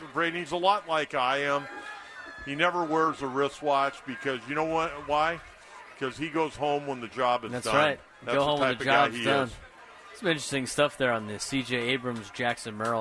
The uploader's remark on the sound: Live from Del Mar Opening Day